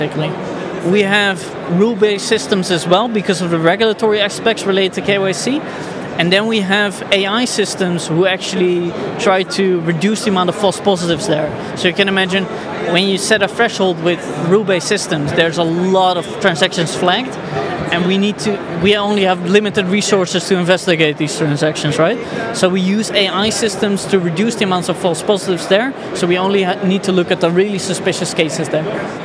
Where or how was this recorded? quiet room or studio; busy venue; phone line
busy venue